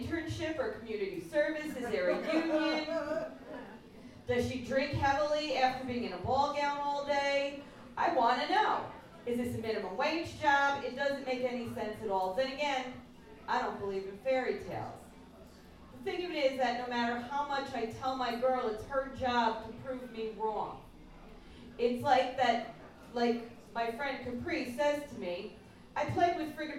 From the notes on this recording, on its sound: Recorded live at An Evening of Poetry and Prose at the Hudson River Coffee House.